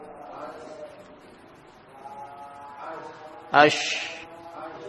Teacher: shin ini ada sifat tafas, jadi banyak mengeluarkan, yakni aliran suaranya.